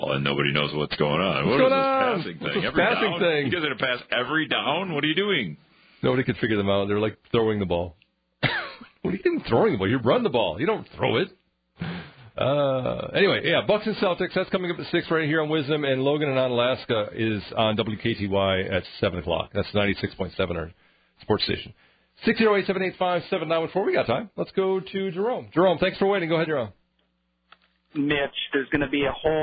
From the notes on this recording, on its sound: Some people called in to tell him get out of town